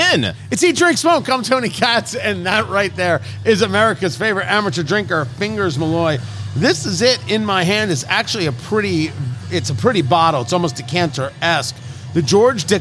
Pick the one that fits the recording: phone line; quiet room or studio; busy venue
busy venue